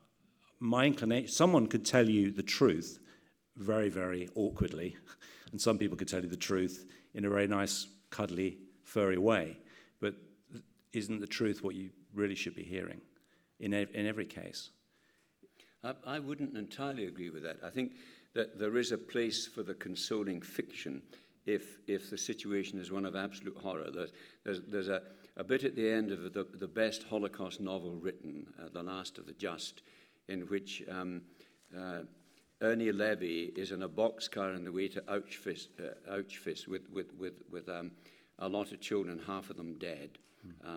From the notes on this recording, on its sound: Questions from the Medicine Unboxed 2012 audience